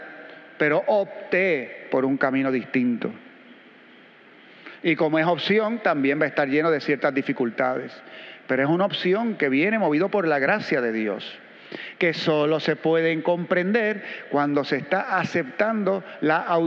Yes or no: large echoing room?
yes